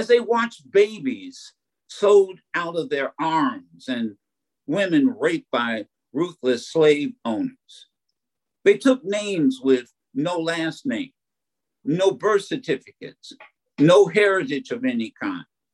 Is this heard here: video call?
yes